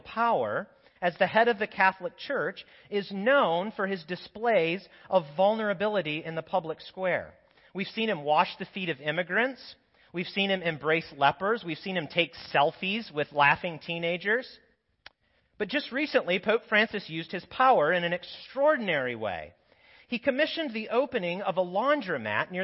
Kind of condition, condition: setting, large echoing room